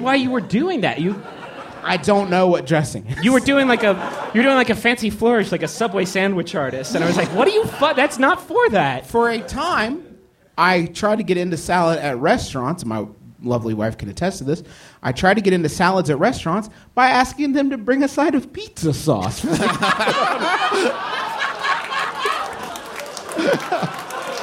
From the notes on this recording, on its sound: Live, from MaxFunCon